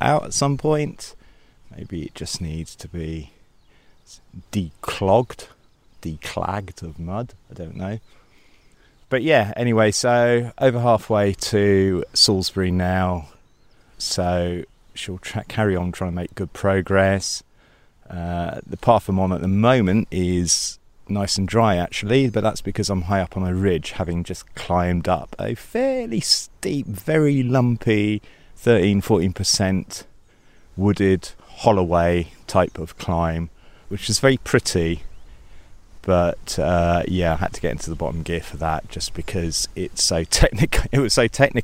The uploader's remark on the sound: Takes over on the mic as he sets off to ride the King Alfred's Way in the south west of England.